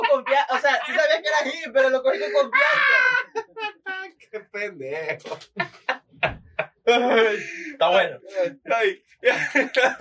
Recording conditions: poor sound quality